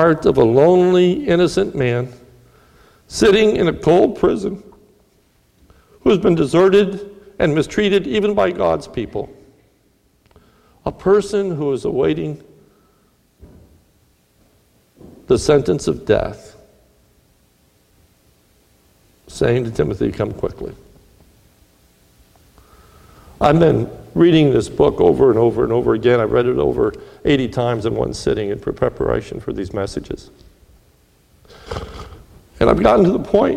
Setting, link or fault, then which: setting, large echoing room